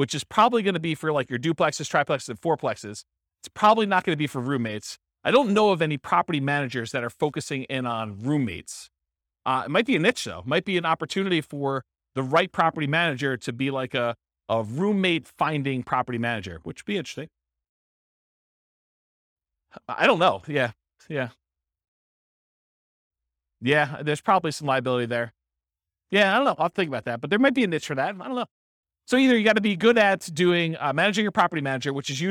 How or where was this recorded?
live audience